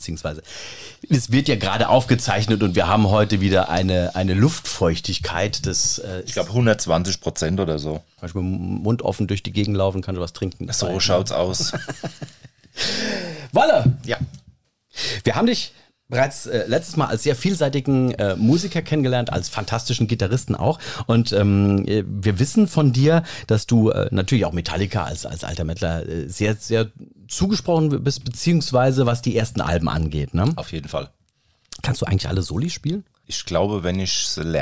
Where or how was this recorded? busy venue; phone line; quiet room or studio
quiet room or studio